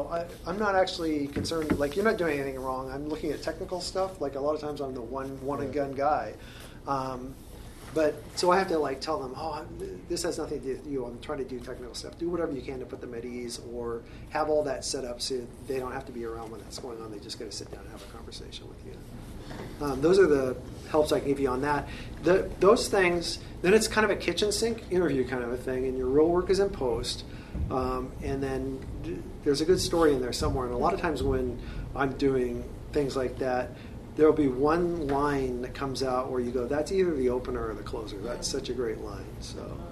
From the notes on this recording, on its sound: A fireside chat at the Digital Marketing Quarterly event presented by Webfor. I'm joined by fellow video professionals from the Portland, Oregon metro area.